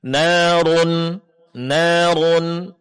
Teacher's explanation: huruf ra ditebalkan karena 2 kondisi. Pertama karena dia berbaris atas, yang kedua karena dia berbaris dhamma, itu berbaris depan.